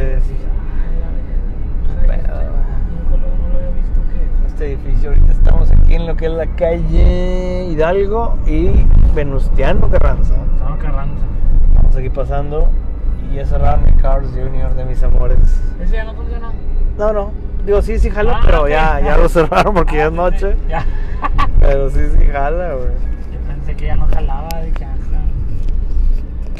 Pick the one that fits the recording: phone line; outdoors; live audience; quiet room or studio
outdoors